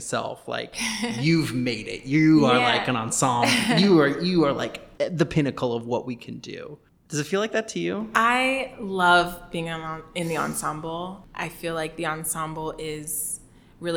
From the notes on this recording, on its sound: We're aware that the audio from this interview is more "echoey" than our typical episode due to our recording location